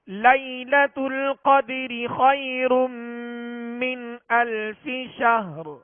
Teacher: آخر میں شہر، تو ہا کا سکون کامل ادا کرتے ہوئے را کو ہم نے ساکن کرنا ہے، را پر آواز کو اور سانس کو ختم کرنا ہے